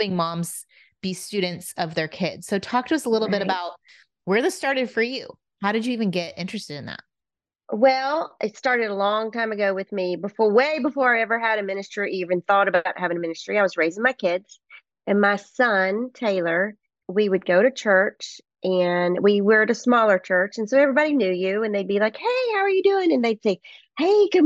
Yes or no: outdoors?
no